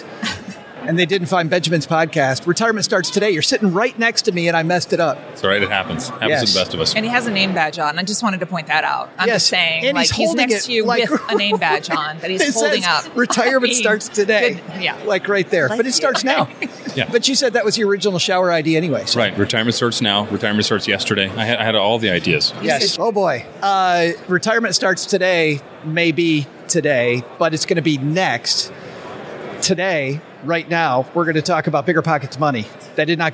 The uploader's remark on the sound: Live from PM21. Our amazing panel, live from Podcast Movement in Nashville!